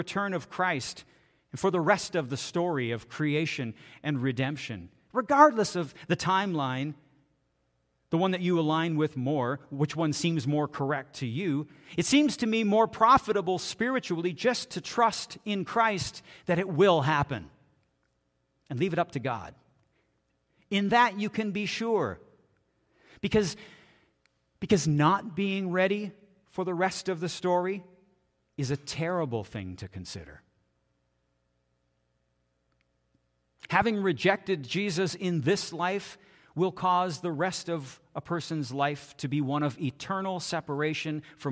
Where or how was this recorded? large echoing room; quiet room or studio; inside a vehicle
large echoing room